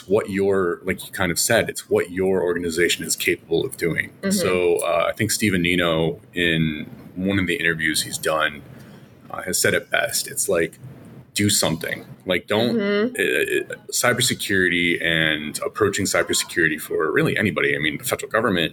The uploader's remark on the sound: We're at the TribalNet Conference & Tradeshow